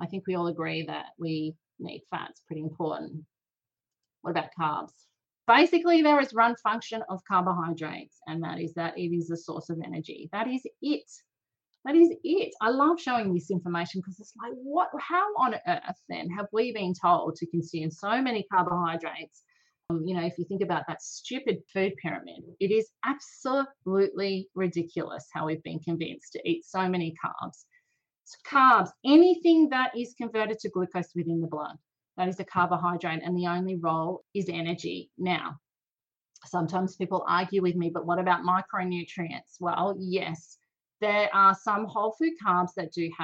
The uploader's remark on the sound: recorded a live and interactive webinar on this topic, and she’s sharing the audio with you